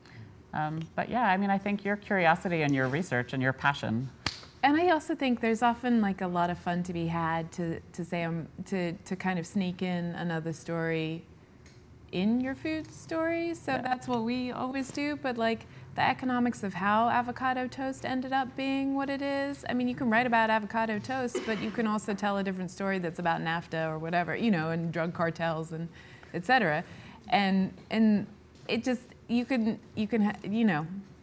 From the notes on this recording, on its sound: At a live event with us. An audience Q&A.